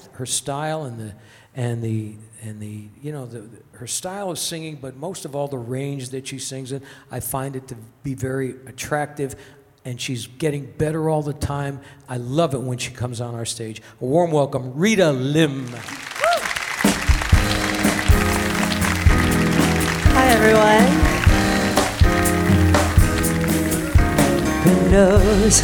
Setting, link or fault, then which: setting, busy venue